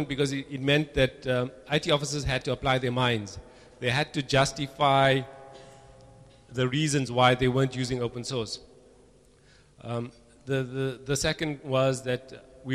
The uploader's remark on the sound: Recorded at Open Everything Cape Town, August 22, 2008.